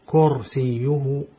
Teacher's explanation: الراء هنا مفخمة وليست مرققة